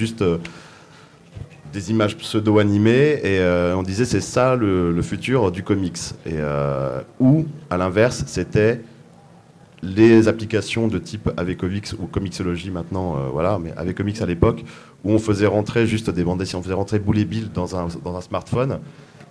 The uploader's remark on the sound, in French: Cette rencontre a été enregistrée en public au festival des Calanques et des Bulles 2016.